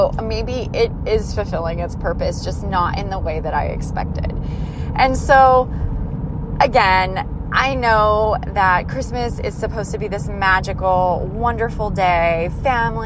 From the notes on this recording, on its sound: This episode was recorded while en route to the only "mall" we have in Missoula.